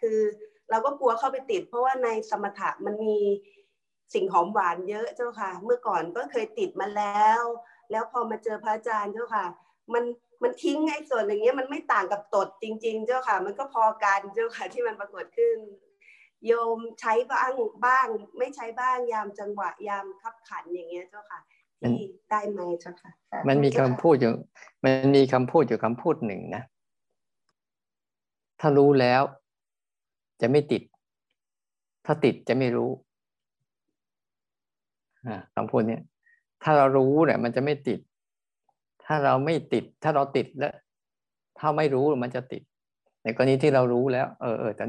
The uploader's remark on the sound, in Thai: เป็น 1 ใน 3 คอร์สออนไลน์ (ผ่านโปรแกรม Zoom)